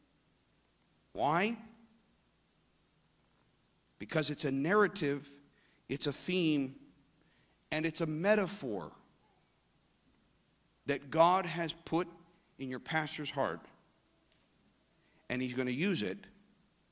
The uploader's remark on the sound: This service was recorded live at Newark United Pentecostal Church.